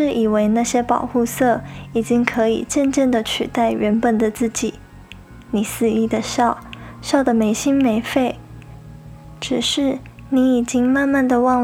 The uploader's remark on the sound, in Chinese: 因為錄音環境的緣故，錄音的品質並沒有太理想，雜音有點多，還請大家多多包容。